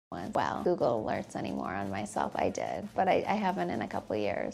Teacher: that whole vocal fry, the croaky voice syndrome